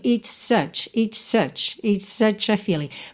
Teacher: Nessa ligação do it's such, às vezes a gente ouve quase um xizinho.